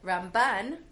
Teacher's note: Ramban, with the stress on the second syllable